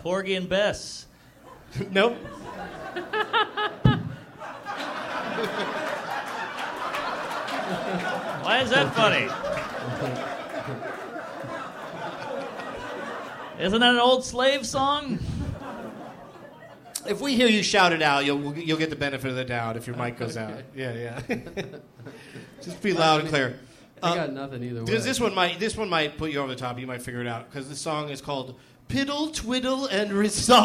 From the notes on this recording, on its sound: live from the Helium Comedy Club in Philadelphia